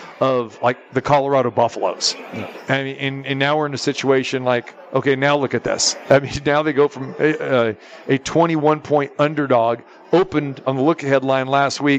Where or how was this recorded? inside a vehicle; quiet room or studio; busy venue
busy venue